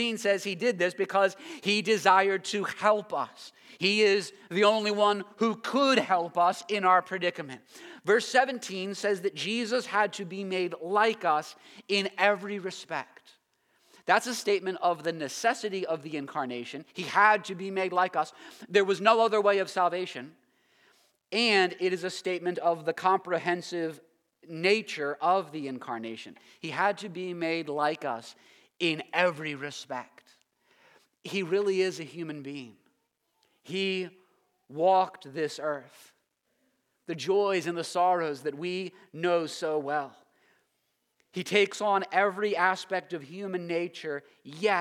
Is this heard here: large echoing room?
yes